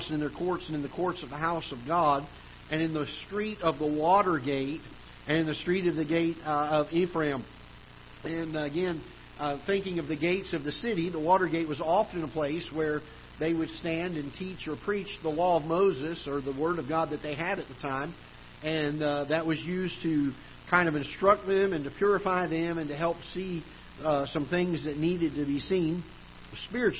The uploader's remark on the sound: Ketha Heights Baptist Church ~ Live Broadcast